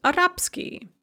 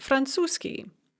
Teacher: So it's very common with these ski adjectival endings, you're going to devoice whatever comes before the ski